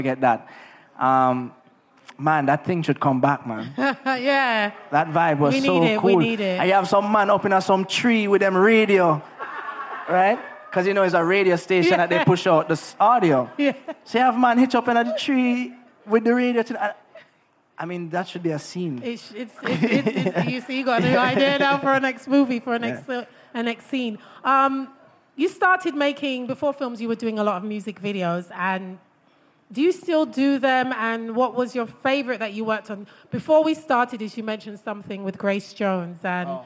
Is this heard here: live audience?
yes